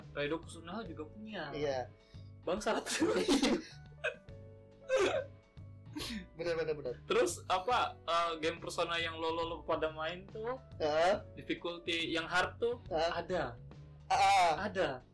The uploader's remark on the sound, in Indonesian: HARAP MENDENGARKAN PODCAST INI TANPA MENGGUNAKAN EARPHONE ATAU SEJENIS KARENA SUARANYA CLIPPING MAMPUS.